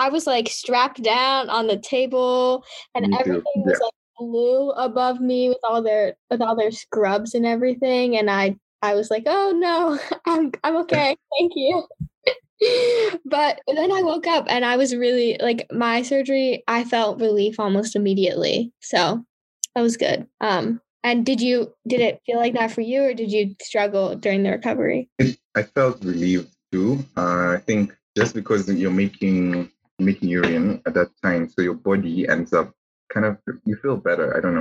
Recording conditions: video call